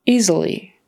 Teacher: That S in the middle this time is a Z sound. And often words that have an S surrounded by vowels will pronounce the S as a Z, but not always.